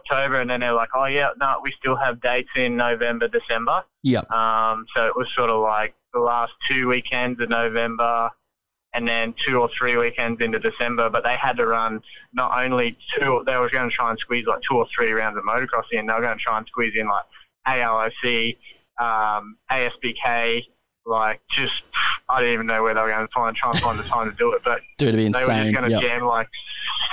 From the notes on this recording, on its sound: jumps on the phone